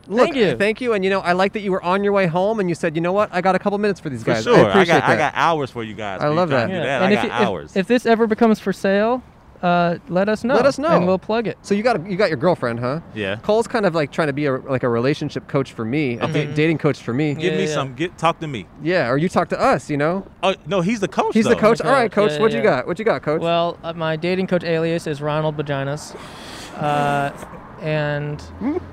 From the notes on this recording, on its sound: Recorded in front of Orangetheory Fitness on 12/30/20 on Brand Blvd in Glendale, California.